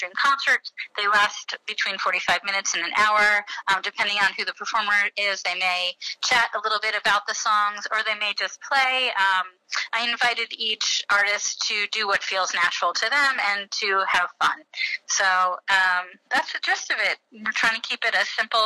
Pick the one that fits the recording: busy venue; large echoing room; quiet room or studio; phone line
phone line